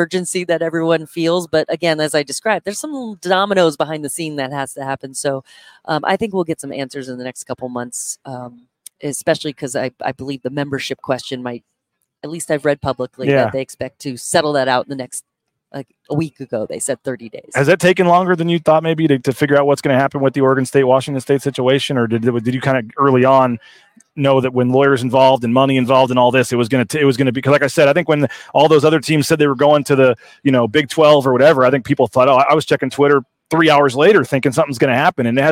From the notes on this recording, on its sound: Live from Las Vegas. At Mountain West Women's Basketball Media Day at Resorts World in Las Vegas on a special episode of Bronco Nation News LIVE.